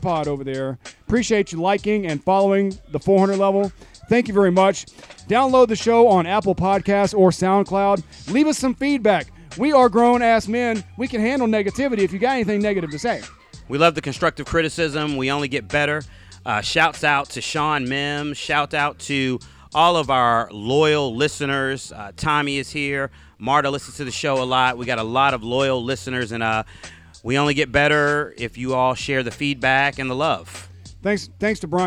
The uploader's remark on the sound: We are LIVE from poolside.